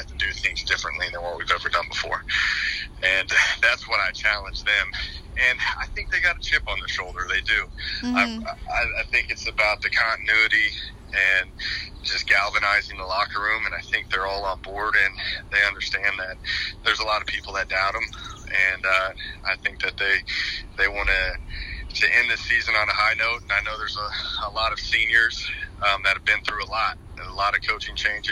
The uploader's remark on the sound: an exclusive phone interview